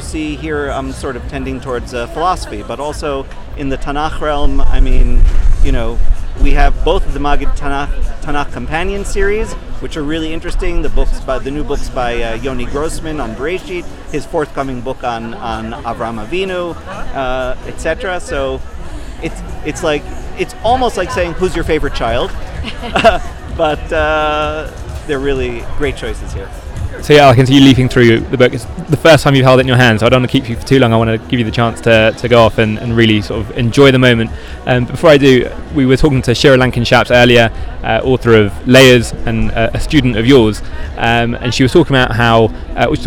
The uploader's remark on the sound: LIVE from Shavua HaSefer in Jerusalem